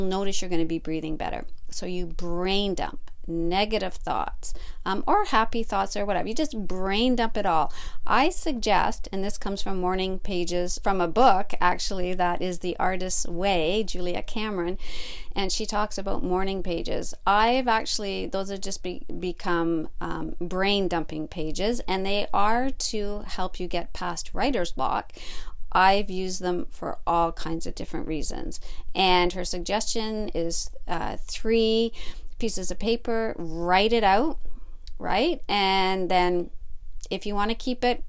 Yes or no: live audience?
no